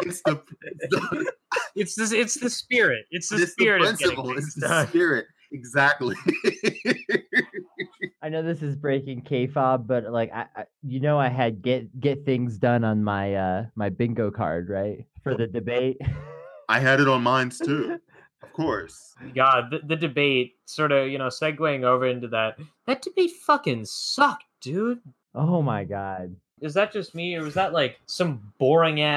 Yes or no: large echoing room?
no